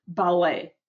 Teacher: Ballet в дань французскому языку произносится без ти на конце и с ударением в конце